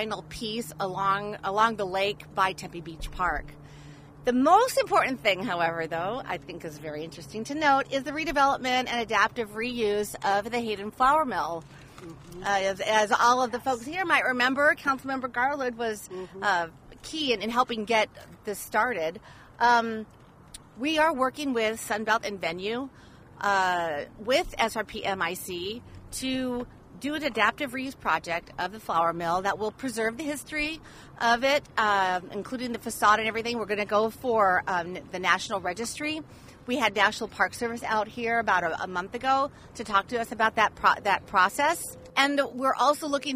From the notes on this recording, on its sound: We're on location at Tempe Town Lake!